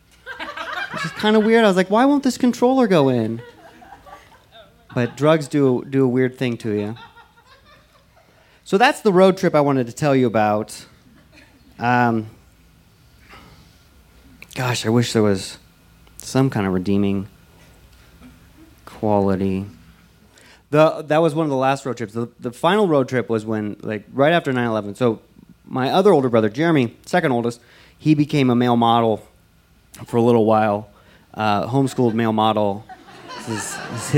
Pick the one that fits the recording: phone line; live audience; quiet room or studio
live audience